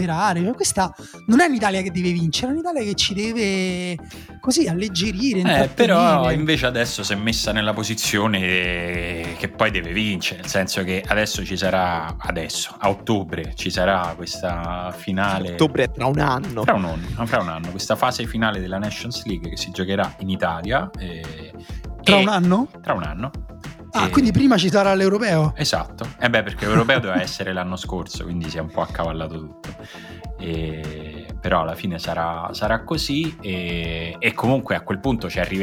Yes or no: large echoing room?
no